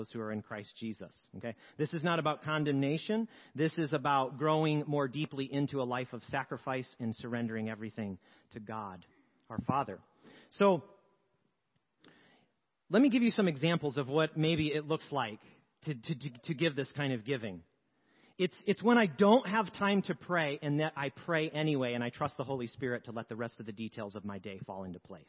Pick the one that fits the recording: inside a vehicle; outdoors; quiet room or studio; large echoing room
large echoing room